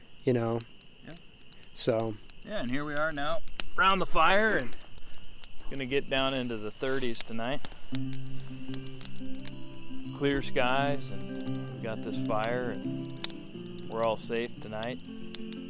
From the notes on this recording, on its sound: There's some bonus audio from around a BWCA campfire just days after the canoe capsized on the Temperance River.